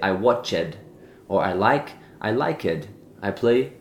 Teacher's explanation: So some mistakes that I hear a lot of people making when they use regular verbs in English is they fully pronounce the ED sound as a separate syllable